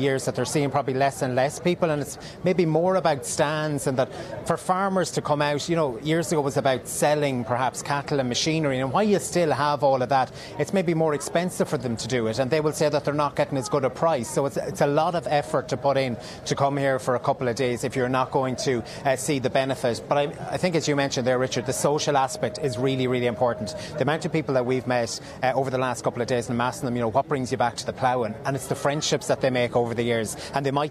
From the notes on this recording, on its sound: live from the Ploughing Championships